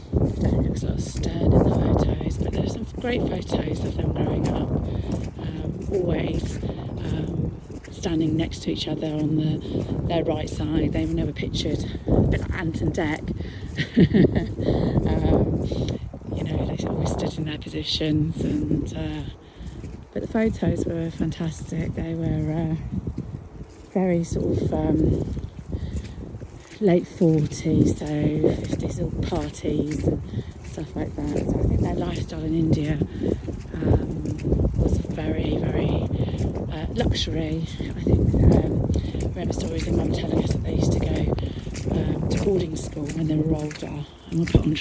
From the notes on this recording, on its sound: Apologies for the little part of wind noise, it was a bit blowy on the dog walk!